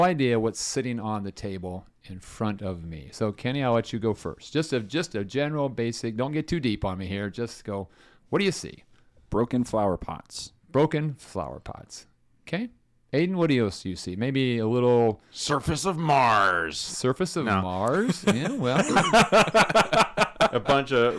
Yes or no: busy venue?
no